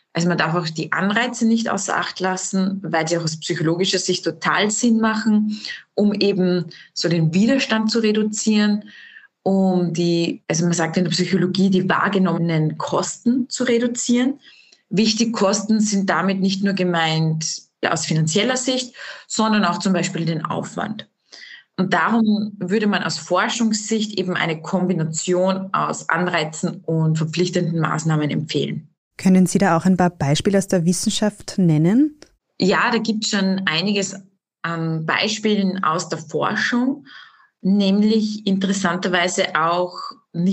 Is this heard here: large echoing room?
no